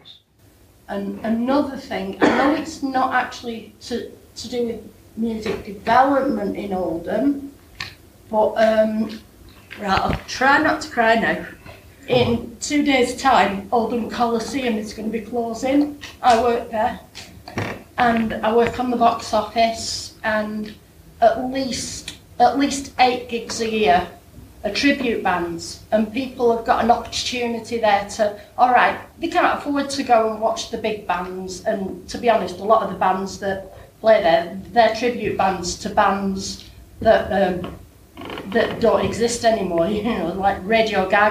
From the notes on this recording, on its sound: held at the Oldham Library on 29th March 2023